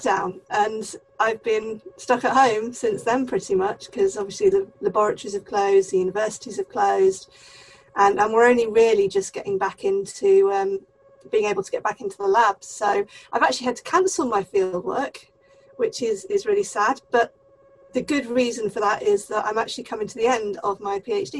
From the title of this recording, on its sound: Pandemic Zoom Special